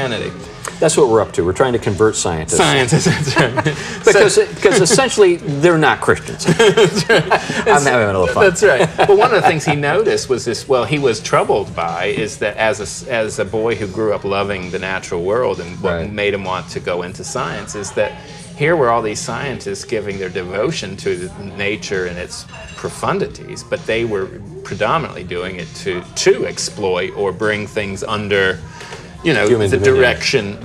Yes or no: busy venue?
yes